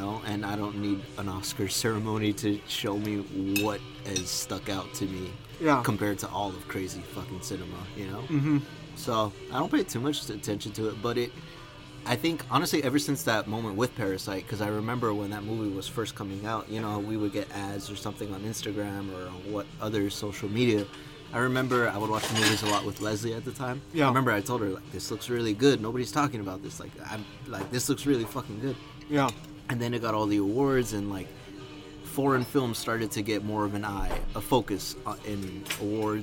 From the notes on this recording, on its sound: Recorded at Denny's